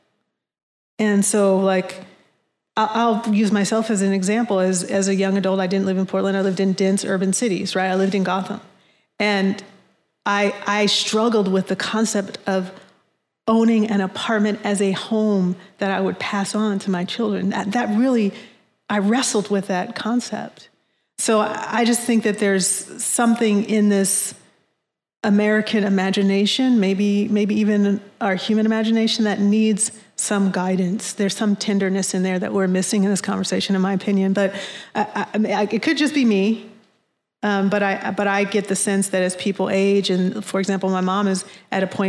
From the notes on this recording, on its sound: Think Out Loud hosted a panel at the Yimbytown conference in Portland.